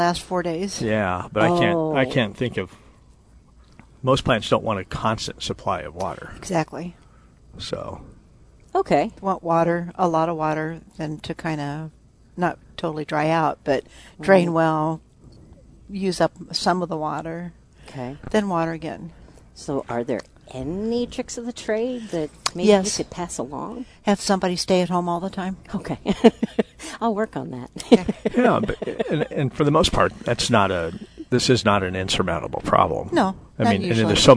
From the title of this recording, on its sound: Live at Prairie Gardens